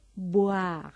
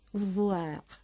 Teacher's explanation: el verbo boire, así con bilabial, que ustedes, y acabado en e, no deben confundir con voir, con v, labiodental, y sin e final, que significa ver.